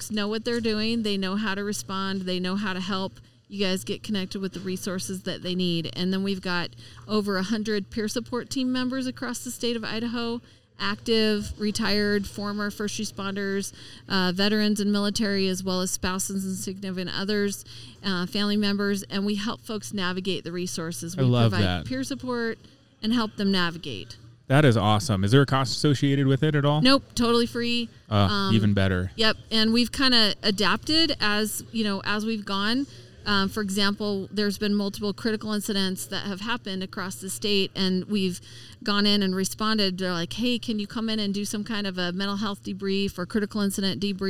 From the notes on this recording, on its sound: Live event. We take you on a dynamic journey with a live show in the bustling atmosphere of the "SIFA" Fire/EMS conference. We kick things off by diving into an engaging conversation with a phenomenal vendor at the conference.